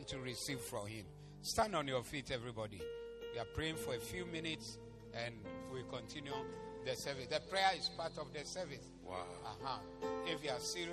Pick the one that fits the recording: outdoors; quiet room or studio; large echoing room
large echoing room